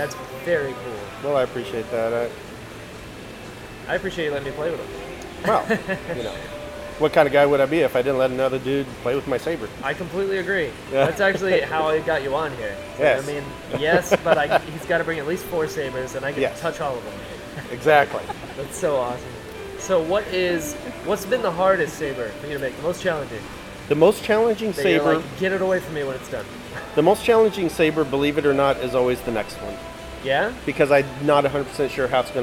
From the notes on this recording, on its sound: I apologize for the background noise/music/stuff. I was still getting the hang of the recorder at the time.